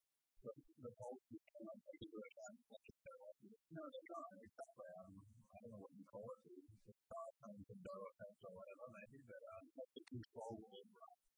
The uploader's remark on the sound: Phone Interview.